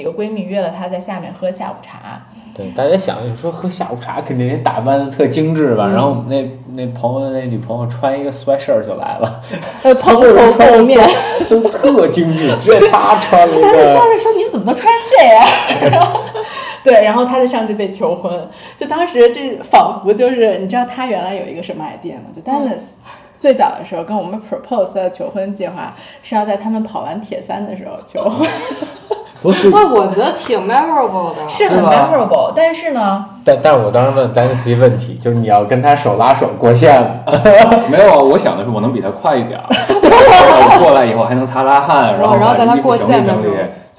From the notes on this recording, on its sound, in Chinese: 没有4个话筒笑声过大请大家原谅！